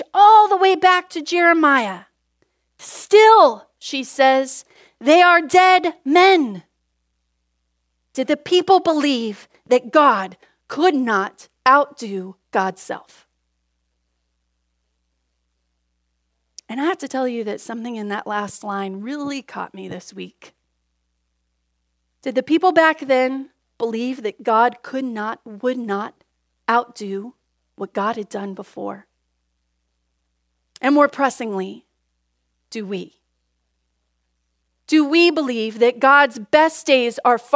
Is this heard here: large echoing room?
yes